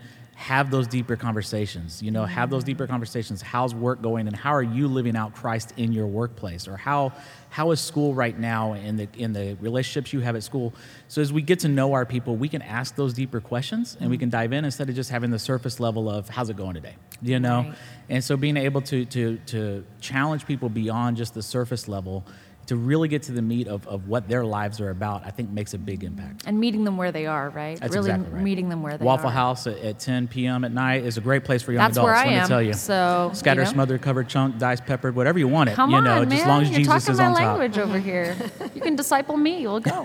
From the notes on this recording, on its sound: This episode was recorded live at the Equip Youth Workers Conference in Atlanta, GA.